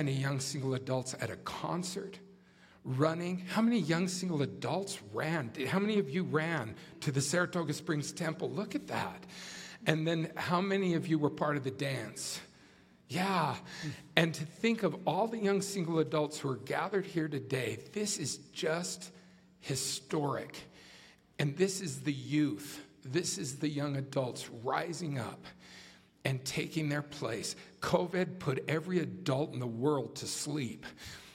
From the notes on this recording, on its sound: At the Together in Christ YSA Conference in Salt Lake City. This episode was filmed in front of a live audience and the video can be seen on You Tube.